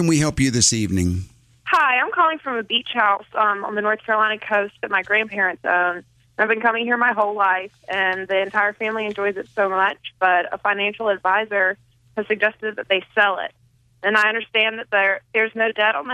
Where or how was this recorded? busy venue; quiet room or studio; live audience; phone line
phone line